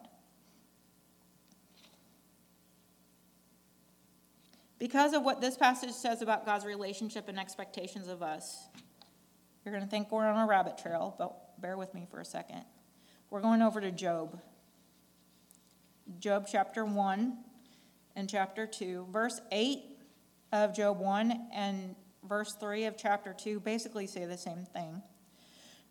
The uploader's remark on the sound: recorded on June 11, 2022, at the Ringgold Seventh-day Adventist Church